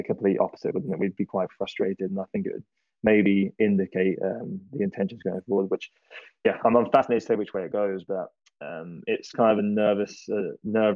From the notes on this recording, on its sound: we all got together and set-up a Twitter Spaces open Questions Forum where we opened the mic to all questions